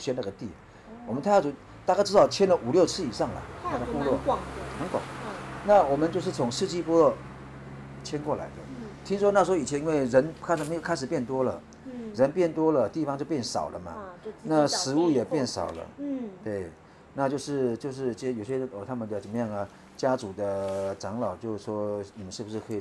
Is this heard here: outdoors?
yes